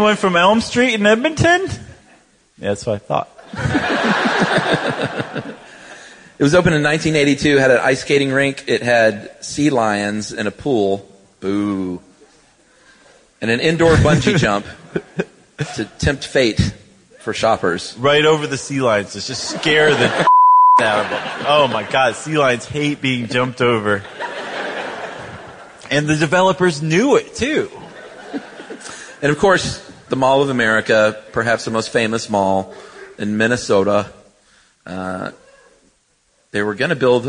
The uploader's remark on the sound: Live from San Francisco. In this show recorded live on January 5, 2017 at San Francisco’s Castro Theatre.